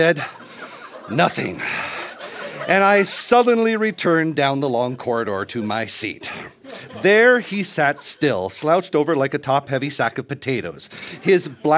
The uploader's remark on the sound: Recorded live at Yuk Yuk’s in Ottawa.